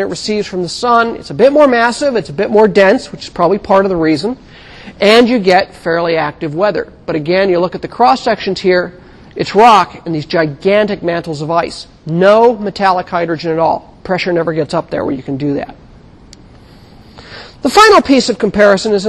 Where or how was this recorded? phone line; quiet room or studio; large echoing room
large echoing room